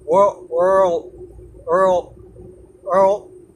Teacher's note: このワールドって発音の中に関して言うと舌を前歯の後ろにつけるまでが L の発音なんですよ world world world world これが L の発音で D の発音って本当は舌を前歯の後ろにつけて話すまで。で、で、で。これが D の発音なんですけど、ワールドに関して言うと、前歯の後ろにつけた下を離すまでが D の発音っていう形になってるんで